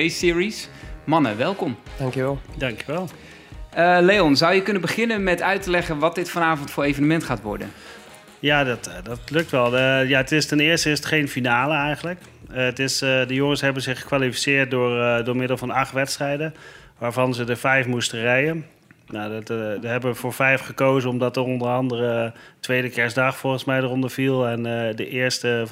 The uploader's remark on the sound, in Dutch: Tijdens de Fiets Race Series op Zwift. De finale van de Fiets Magazine Race Series werd dinsdag 28 januari in Ride Out Amsterdam gehouden. De achtste aflevering van de Fiets Podcast werd opgenomen bij de ontknoping tijdens het live event.